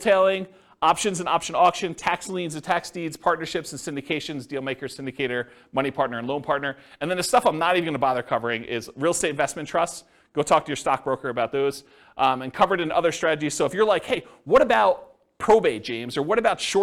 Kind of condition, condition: setting, live audience